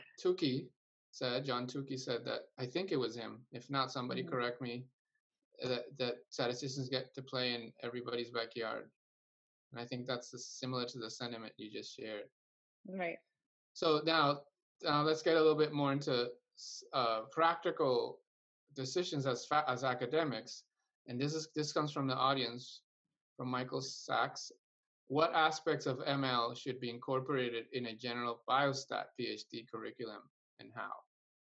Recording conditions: video call